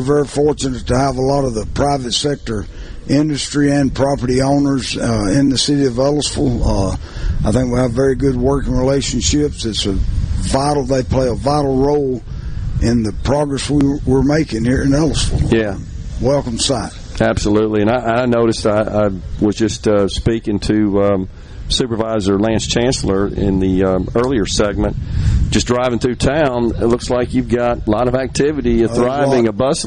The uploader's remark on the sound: Is LIVE from Walley Properties in Ellisville. Under the SuperTalk Mississippi tent.